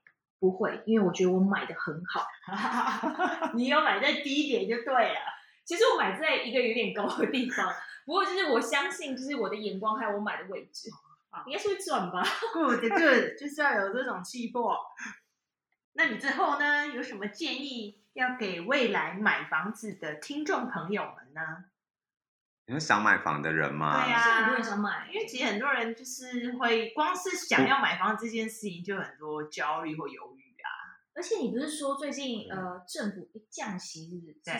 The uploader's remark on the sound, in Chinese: 由於外錄的音質有點難控制，本集的聲音會有空間感。